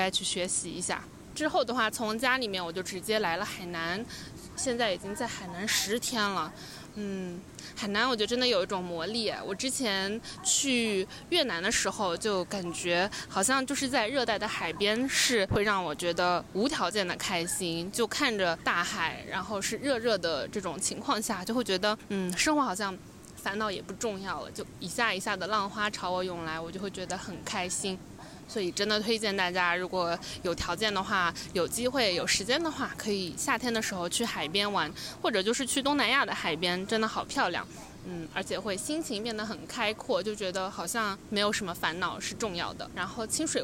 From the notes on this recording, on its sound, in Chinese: 海南的大海。封面是昨天录音时面对的海。